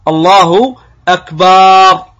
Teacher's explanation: بعضهم يمد الباء فتجده يقول الله أكبر، فيمد الباء وكأنه ينطقها أكبر، فهذا غلط ولا يصح هذه التكبيرة، لأن العلماء فسروا وبينوا ما معنى الأكبار، وبعضهم يقول إكبار بكسر الهمزة، كل ذلك لا يجوز، لأن الأكبار هو الطبل، معناه في لغة العرب الطبل الكبير الذي له وجه واحد.